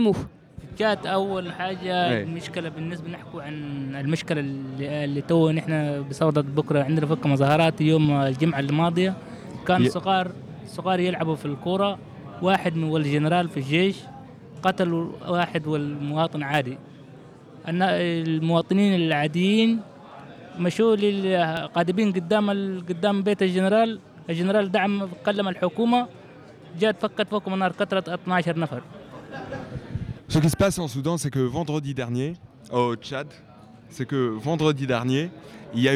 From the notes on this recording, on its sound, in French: 1er plateau enregistré en public au Point Ephémère (Paris) lors de l'exposition Cartographie du non-accueil.